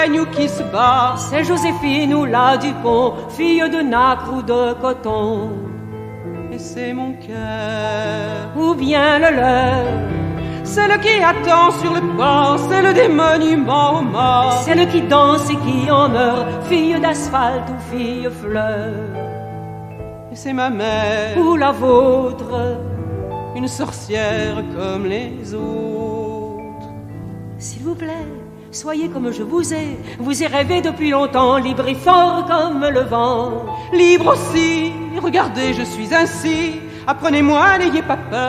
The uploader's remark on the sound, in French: Spectacle créé au Théâtre Maxime Gorki en 1987 et enregistré au Théâtre Dejazet en 1988.